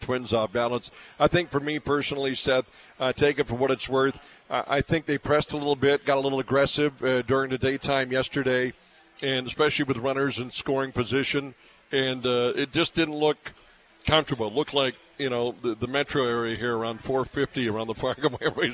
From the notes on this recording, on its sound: broadcasted live from Buffalo Wild Wings